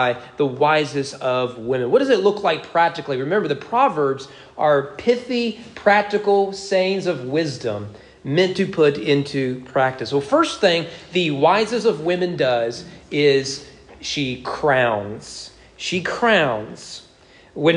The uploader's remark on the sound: Sermon preached at East Frankfort Baptist Church on May 8, 2022 on Mother's Day during morning worship.